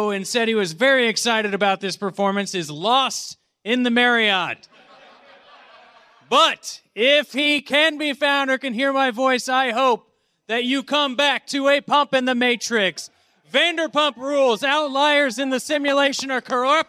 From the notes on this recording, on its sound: Live at The Last Bug Con! Exclusive audio from his panel "A Pump in the Matrix."